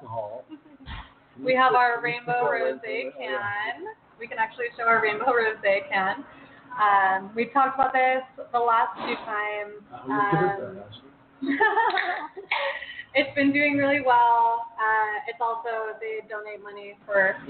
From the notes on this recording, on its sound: Come be part of our studio audience, live in the resturant and recieve 20% off all food items. We are live from the restruant.